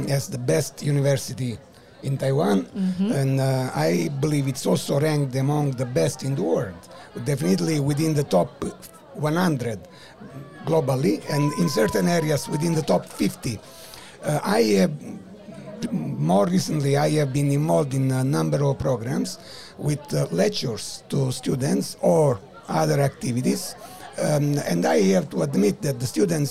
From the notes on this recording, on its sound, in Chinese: VISION 2022 臺大校園徵才博覽會-Live Podcast 05 特別企劃。